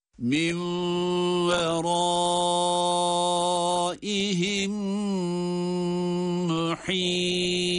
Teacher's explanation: Yani cezimli mim diğer mim ile birlikte şeddeli gibi okunuyor. · Term: idgam misleyin ma'al gunne